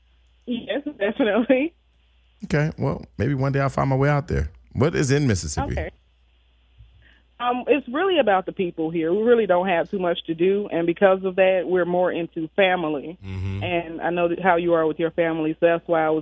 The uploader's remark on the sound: This week we get all of our Socialites involved as we take in live callers!